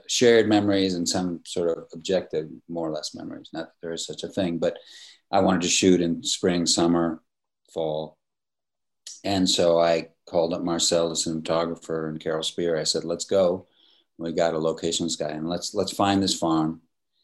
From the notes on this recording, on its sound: in a spoiler-filled virtual Q&A